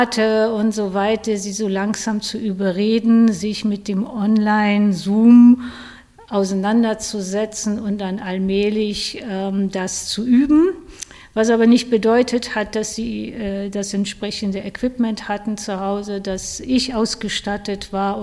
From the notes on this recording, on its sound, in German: wurde auf dem DIS-Tanzen Festival im Juli 2022 geführt.